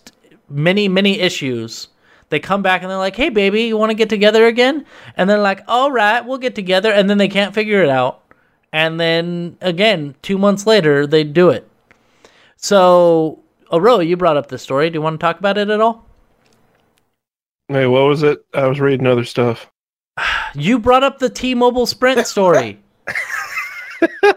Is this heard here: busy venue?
no